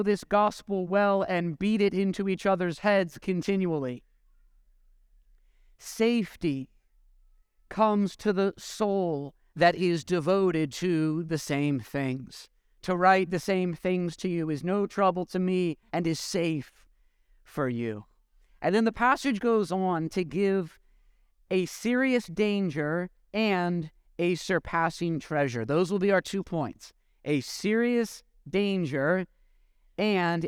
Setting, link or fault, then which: setting, large echoing room